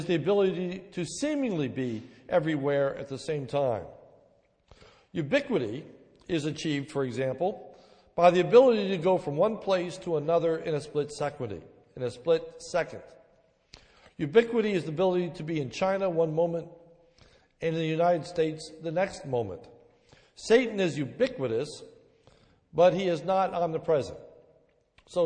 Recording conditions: large echoing room